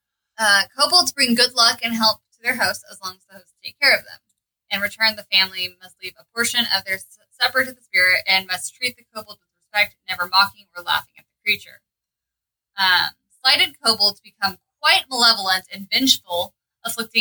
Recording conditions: poor sound quality